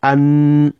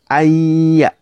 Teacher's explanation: You don't call the nunun completely. You try as much as possible to insert it directly into the ya'un. · Shown in: second take · The moment you start saying ay, you don't even pronounce the nunun completely. · Term: idgham